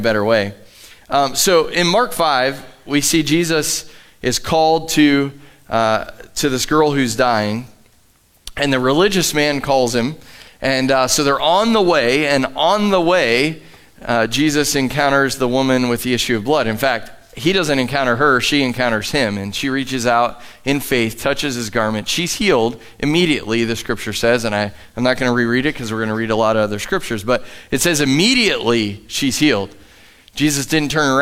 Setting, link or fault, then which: setting, large echoing room